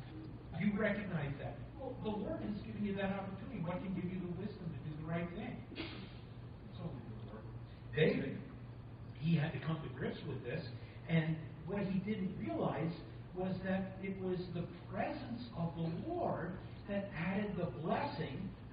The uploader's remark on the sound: Thank you for your patience as we are still having recording issues. You may need to turn up the volume on this one.